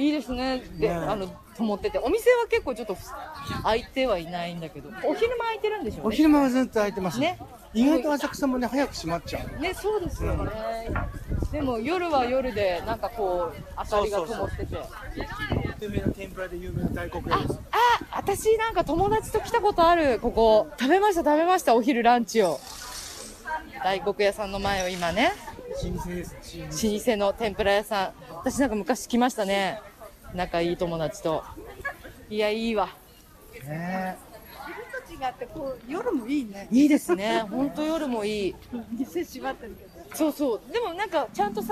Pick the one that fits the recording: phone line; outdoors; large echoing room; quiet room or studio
outdoors